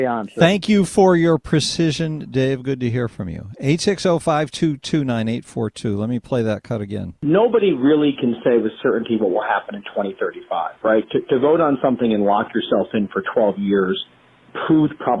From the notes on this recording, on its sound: we take lots of phone calls